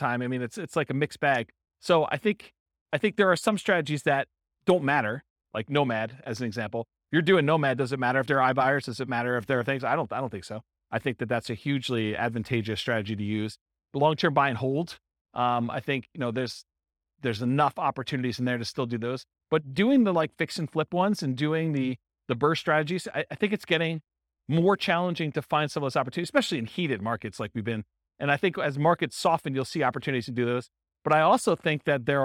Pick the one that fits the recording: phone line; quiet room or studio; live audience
live audience